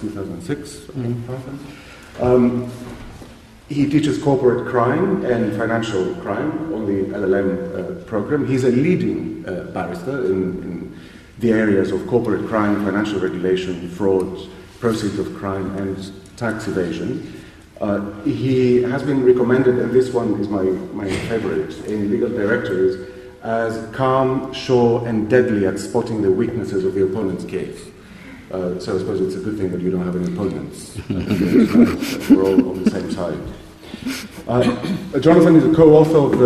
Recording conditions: live audience